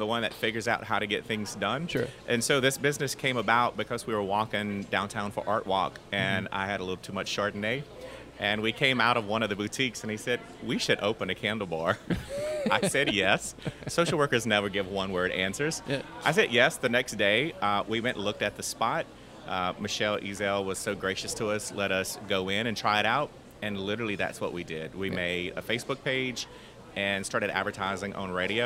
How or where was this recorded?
busy venue